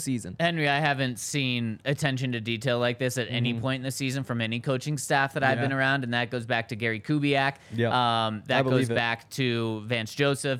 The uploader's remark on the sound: coming to you LIVE from the DNVR Bar